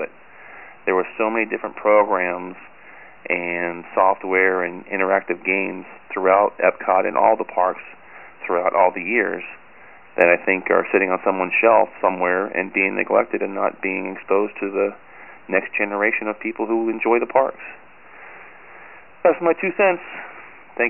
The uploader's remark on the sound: we have a lot of listeners who called in from the Magic Kingdom